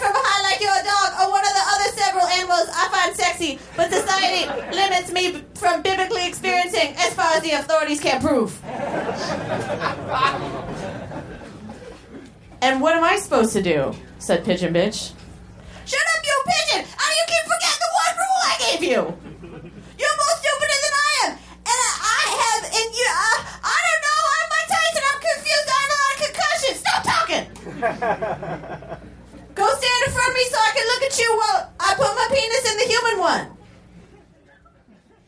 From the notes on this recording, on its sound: Recorded Live at Union Hall in Brooklyn, March 21, 2015.